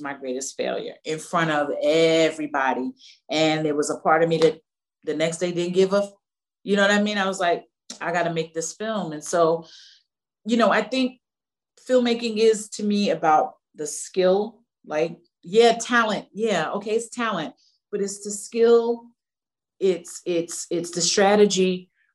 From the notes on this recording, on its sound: virtual Q&A